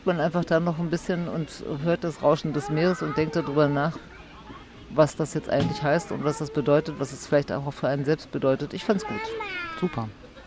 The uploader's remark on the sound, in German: Als Ort unseres Podcasts haben wir uns diesmal das schöne Sommerbad Wuhlheide ausgesucht - und es sogar geschafft, VOR der Aufnahme schwimmen zu gehen: Im trotz Sanierung immer noch herrlich hellblau gekachelten 25-Meter-Becken.